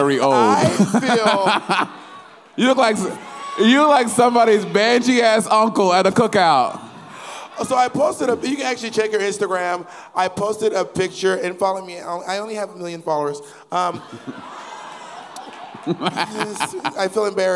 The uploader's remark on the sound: This week the girls are LIVE at Sony Hall